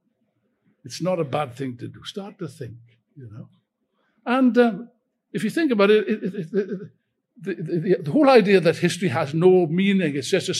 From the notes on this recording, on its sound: taken from the opening rally of the recent Revolution Festival